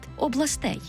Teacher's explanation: Там тільки наголошений останній склад областей